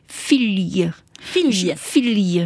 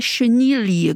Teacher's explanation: Figure-toi, que jusqu'au 19e siècle, on prononçait en français un L dit mouillé, qui a aujourd'hui disparu. Ça correspond un peu au double L en espagnol.